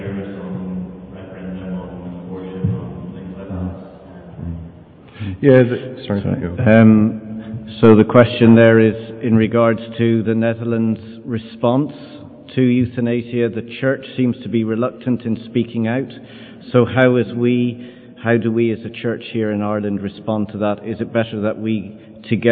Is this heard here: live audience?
yes